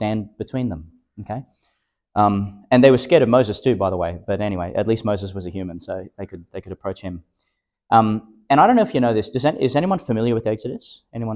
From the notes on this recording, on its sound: Delivered in the Chanel College Chapel, Gladstone, Qld.